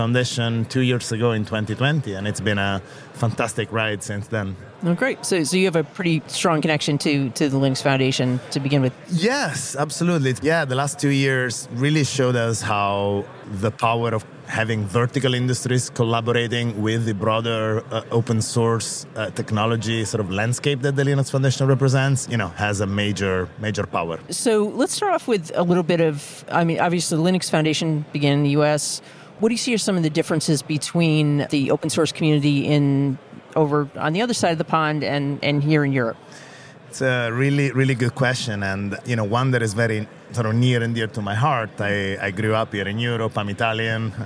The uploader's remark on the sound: The On the Road episode of Makers, recorded in Dublin at Open Source Summit Europe.